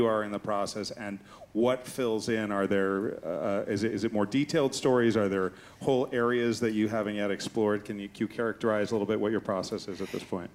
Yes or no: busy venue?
yes